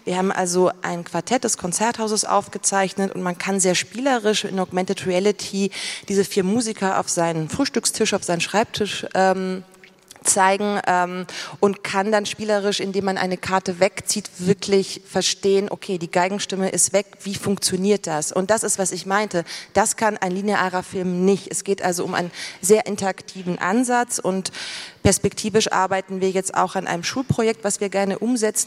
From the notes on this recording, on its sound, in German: Das Kick-Off-Panel auf der diesjährigen re:publica‘18